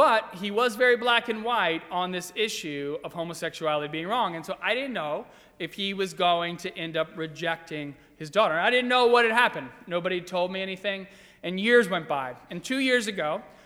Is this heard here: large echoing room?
yes